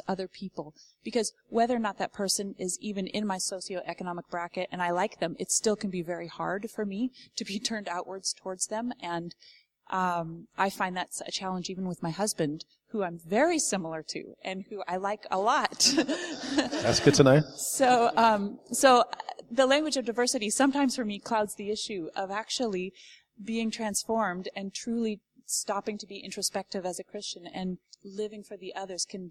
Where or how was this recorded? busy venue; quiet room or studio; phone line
busy venue